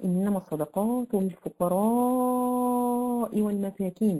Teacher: ومد كلمه الفقراء، وهذا هو المد الواجب المتصل. خلاص اذا لا ينبغي لاي قارئ لأن عند جميع القراء لابد أن يمد المد الواجب المتصل 4 حركات أو 5 حركات.